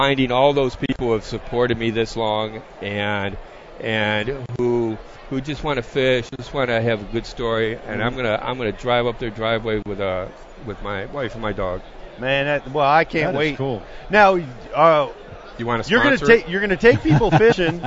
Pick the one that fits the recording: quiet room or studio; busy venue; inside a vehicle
busy venue